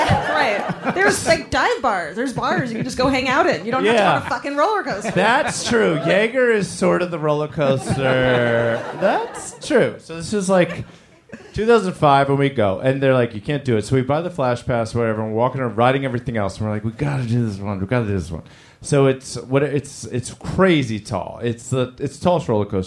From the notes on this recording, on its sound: It's Bananas live from the Dynasty Typewriter in LA!